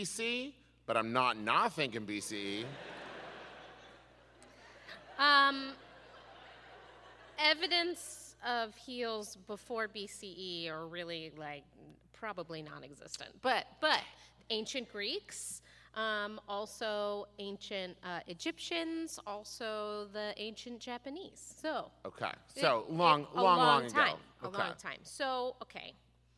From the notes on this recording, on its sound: Was recorded LIVE in Pittsburg!